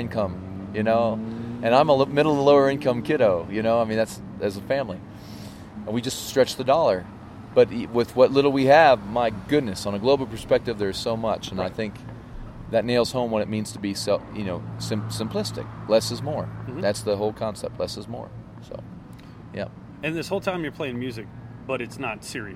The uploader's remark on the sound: This episode contains live music from the performance at the Triple Nickel Tavern!